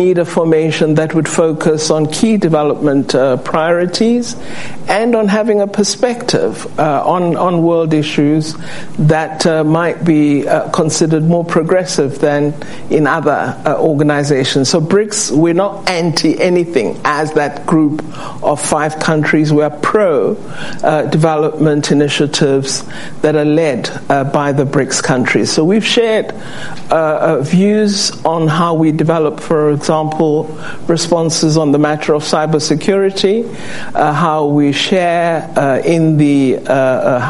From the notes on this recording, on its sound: Takes questions from members of the Council on Foreign Relations in Washington DC